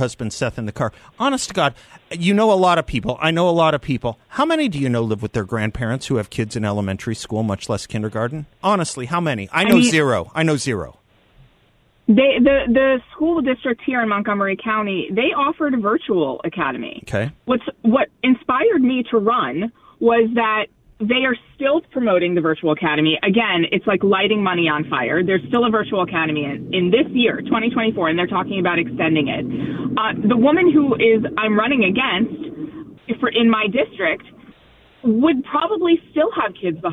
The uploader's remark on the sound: by phone